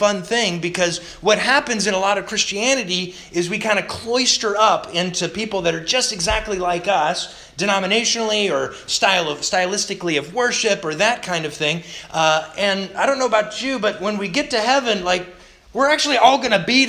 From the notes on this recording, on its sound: Sermon delivered August 15th, 2021 to the Galena Bible Church